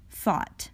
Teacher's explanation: The th is not voiced. Phonation does not occur.